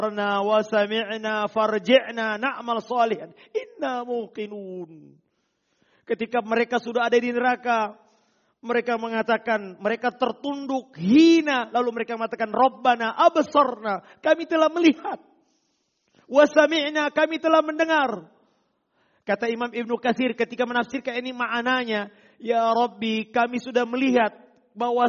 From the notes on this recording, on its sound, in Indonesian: Rekaman Audio Khutbah Jum'at